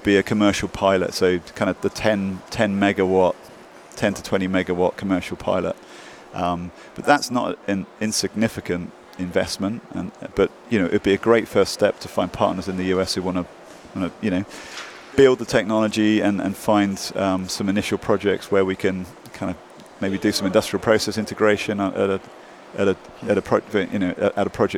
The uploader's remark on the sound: Live at the Hydrogen Americas Summit in Washington DC